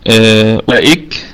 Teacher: نقف عليها بالهمس، بهمس الكاف، لأنها ستكون ساكنة وليس فيها روم ولا إشمام